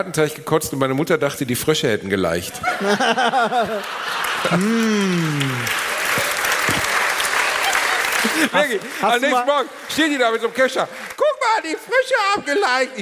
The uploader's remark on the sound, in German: Live Mitschnitt von AAA-Live aus Bielefeld.